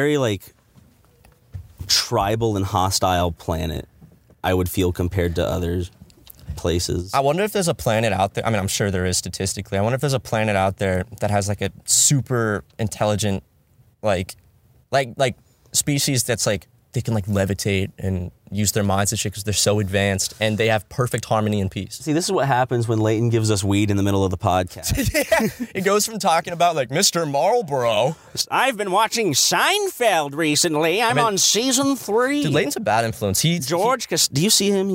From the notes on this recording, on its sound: Podcast In A Van. We did this one in the van.